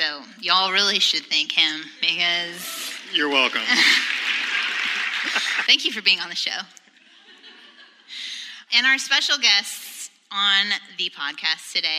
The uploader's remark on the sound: For the first part of our 2018 Don’t Mom Alone live event